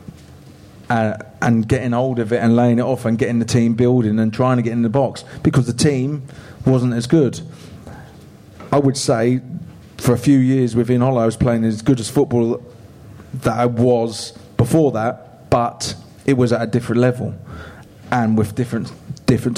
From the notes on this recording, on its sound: The LIVE Pod. The boys are LIVE At The Good Ship in Kilburn!